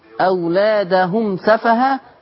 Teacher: ما تغنش الميم، الميم وراها سين